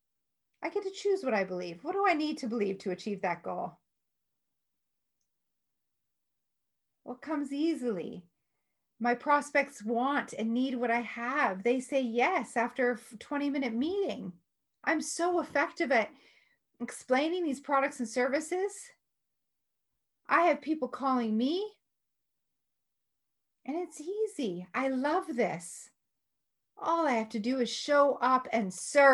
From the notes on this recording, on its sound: Today's episode in an excerpt from one of my Zoom classes.